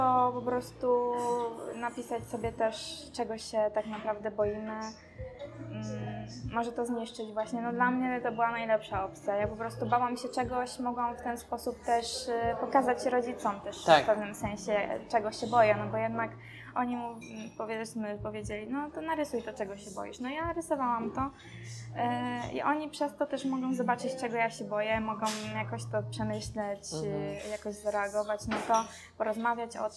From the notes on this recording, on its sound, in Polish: Ostrzegam, że nagrywamy w kawiarni, więc z góry przepraszamy za dźwięki otoczenia.